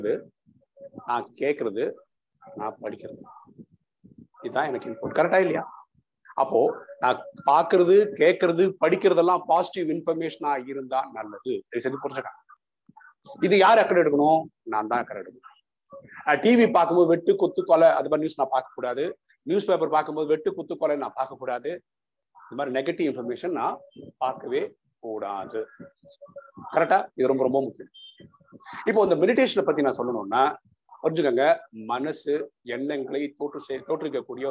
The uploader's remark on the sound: Speech at Saveeta Engg College via zoom.